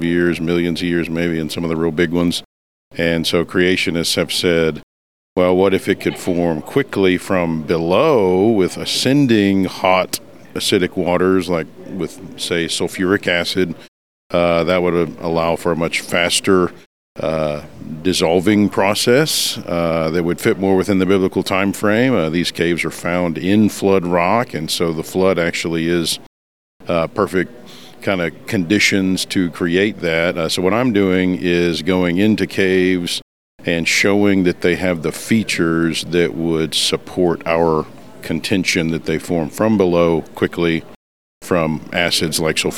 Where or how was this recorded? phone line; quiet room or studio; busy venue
busy venue